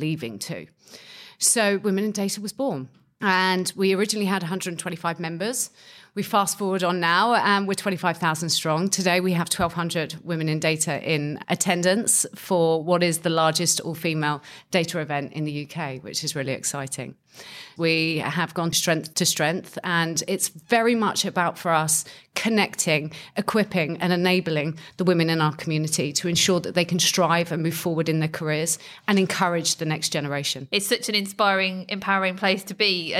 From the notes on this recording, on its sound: special episode recorded at the Women in Data conference in London